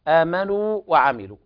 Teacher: الواو الأولى تخرج من جوف الحلق والواو الثانية تخرج من الشفتين فليس لهما علاقة، فالواو الأولى مخرجها مختلف عن الواو الثانية، ولا بد من ضم الواو الأولى بمقدار حركتين مدا طبيعية.